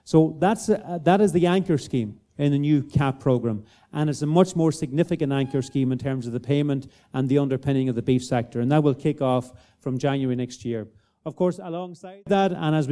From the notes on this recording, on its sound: At the Beef2022 Open Day. This Beef Edge bonus episode is a recording of that question and answer session.